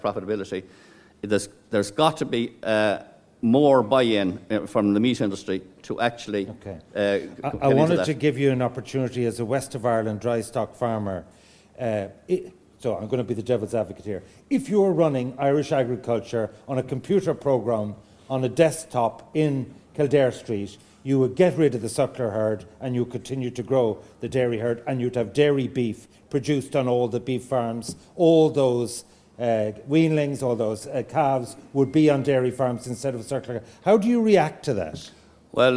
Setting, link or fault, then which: setting, live audience